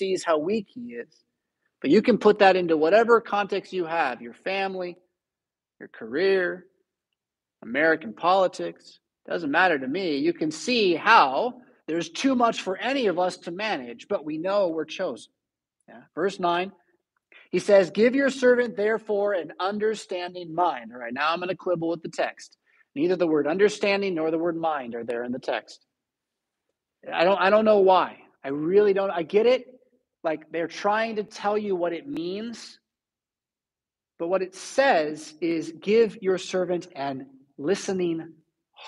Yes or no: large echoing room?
yes